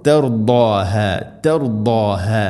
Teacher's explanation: നാവിൻ്റെ ഏതെങ്കിലും ഒരു സൈഡ് അണപ്പല്ലുകളോട് ചേർന്ന് നിൽക്കുന്ന രൂപത്തിലായിരിക്കണം